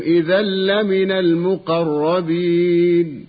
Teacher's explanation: إذا لمن، تنوين أدغم في اللام من غير غنة · Term: إدغاما بغير غنة